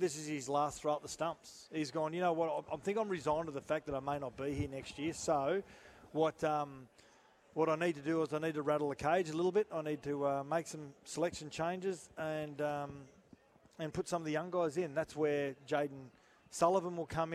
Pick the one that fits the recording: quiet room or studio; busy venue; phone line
busy venue